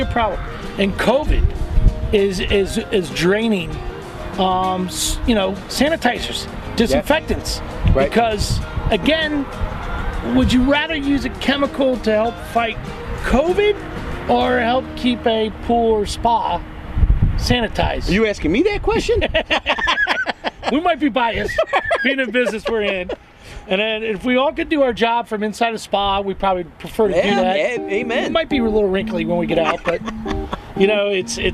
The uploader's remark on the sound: chats lakeside